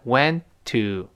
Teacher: we went to Friday 就我们周五去的那家。前面可以看的省略了 which we wentto。那那么 went to 这两个放在一块儿，went，那么当然那个 t 就没有了，因为 went 是个爆破音，后面 to 又是辅音开头的，when 舌尖顶住停一下